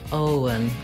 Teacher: Make sure you hold the O nice and long. And then the letters EN say the schwa sound, and the N, un.